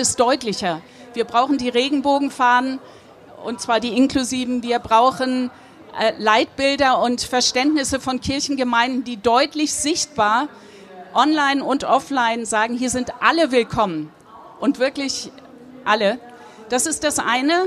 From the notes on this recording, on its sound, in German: spricht live am Nürnberger Kirchentag